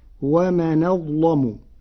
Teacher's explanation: قرأ ورش كلمتي ومن أظلم بنقل حركة الهمزة إلى الساكن قبلها وتغليظ اللام فيقولها ومن ظلم، وهي لغة من لغات العرب.